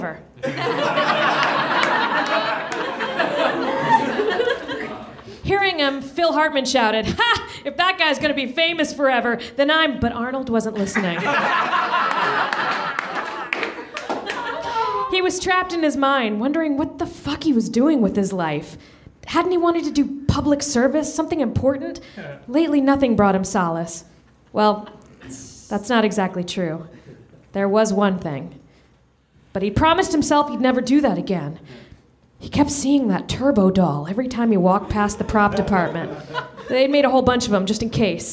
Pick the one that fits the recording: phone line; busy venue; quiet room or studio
busy venue